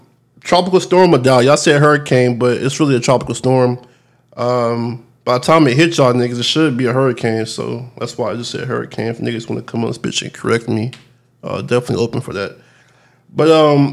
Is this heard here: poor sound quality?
no